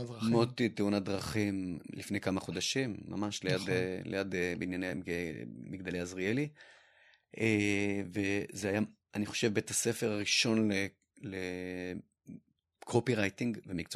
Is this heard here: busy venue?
no